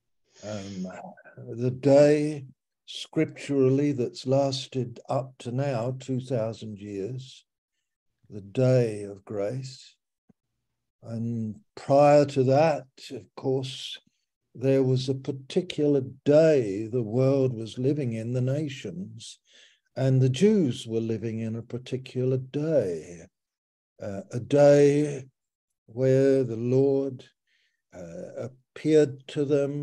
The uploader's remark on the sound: Malaysia Meets (Zoom)